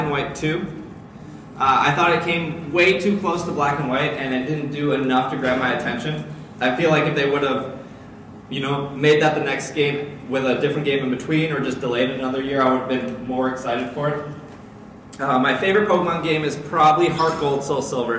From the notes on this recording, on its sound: Live at C2E2 [2015]. In this live show.